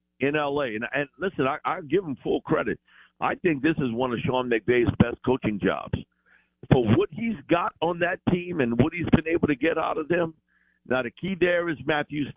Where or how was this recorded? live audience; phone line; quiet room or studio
phone line